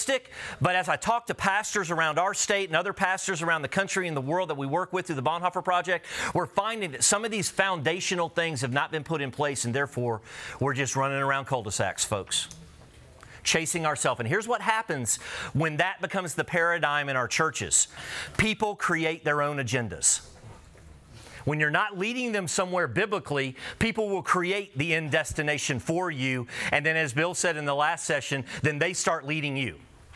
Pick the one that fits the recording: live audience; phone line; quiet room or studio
live audience